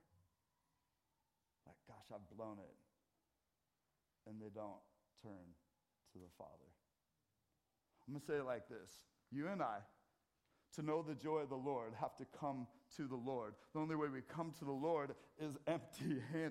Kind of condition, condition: setting, large echoing room